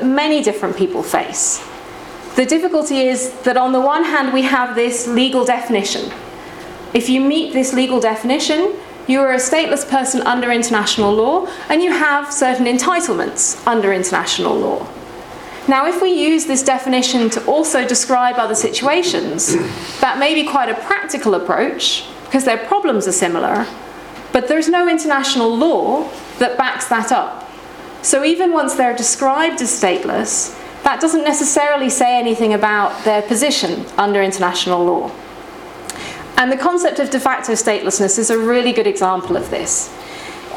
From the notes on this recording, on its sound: This podcast was recorded at the Refugee Studies Centre's second Wednesday Public Seminar of Michaelmas Term 2011, which was on Wednesday 19th October 2011 at the Department of International Development, University of Oxford.